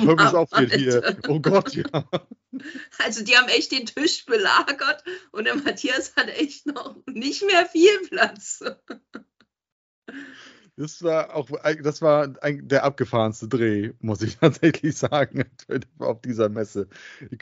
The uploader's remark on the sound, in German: hat sich in einem Video und Audiomeeting getroffen